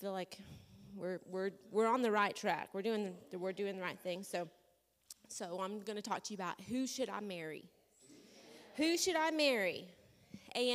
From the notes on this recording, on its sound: This audio was taken from a class on 10/12/2021 at World Harvest Bible Training Center in Murrieta, CA